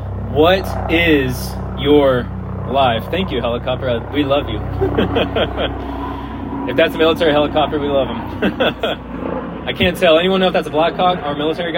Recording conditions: outdoors